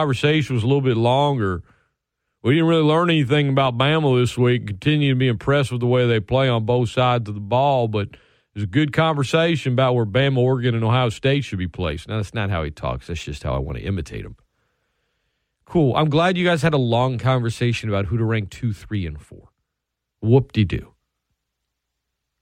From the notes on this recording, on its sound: take phone calls from listeners